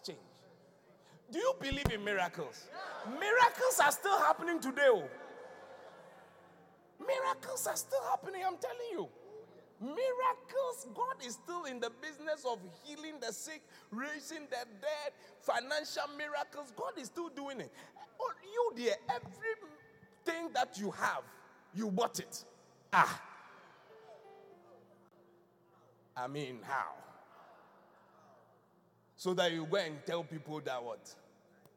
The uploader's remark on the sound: Preached at the Qodesh